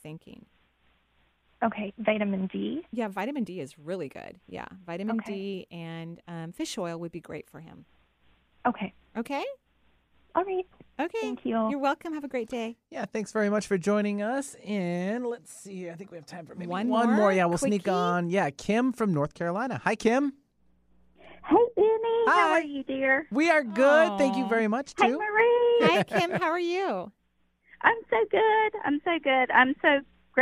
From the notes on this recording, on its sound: Today is a call-in show.